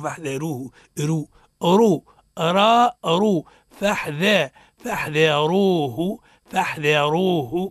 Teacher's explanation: حكمها التفخيم. لماذا؟ لأنها سيدي متحركة بضم